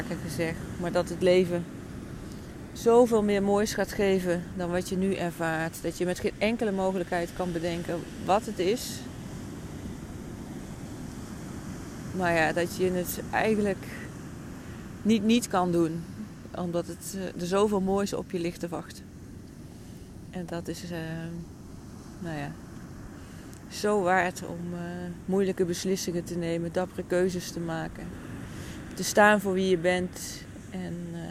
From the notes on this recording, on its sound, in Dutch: Deze aflevering heb ik opgenomen vanaf het strand in Portugal.